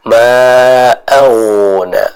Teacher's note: tapi ma'auna, suaranya mengalir dan tebal ya · Term: huruf ghain